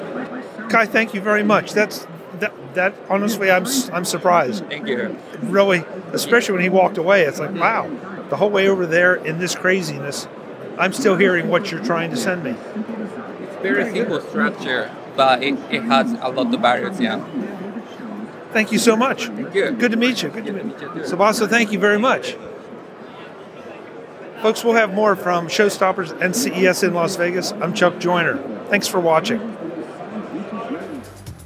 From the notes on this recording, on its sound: In Las Vegas at Showstoppers at CES , we saw and heard a demo of the technology behind the Marai speaker from SoundFun that was more than surprising. Audio demos are always difficult in a conference environment.